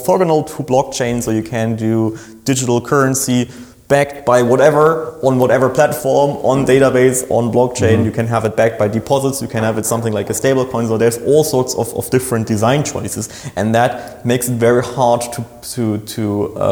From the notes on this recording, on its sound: This interview was recorded at GOTO Amsterdam for GOTO Unscripted.